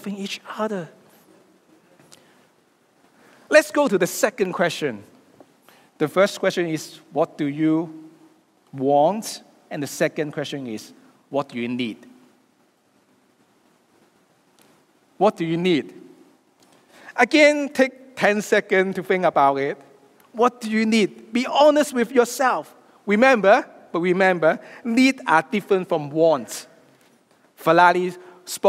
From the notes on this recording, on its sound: preaches a sermon live from Destiny on 22nd October 2023.